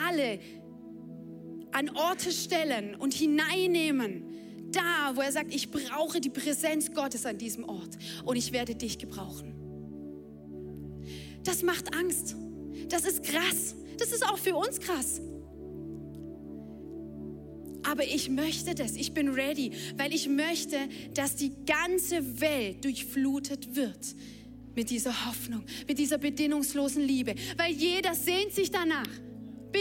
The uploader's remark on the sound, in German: Audiomitschnitt der Predigt vom 14.